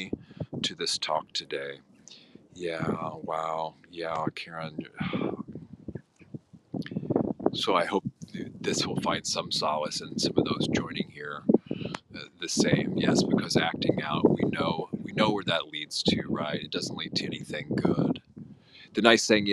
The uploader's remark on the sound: Insight Timer live event. In the less than ideal recording environment of the windy English countryside.